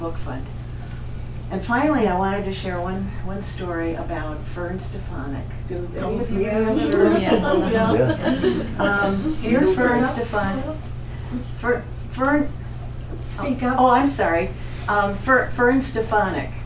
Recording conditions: busy venue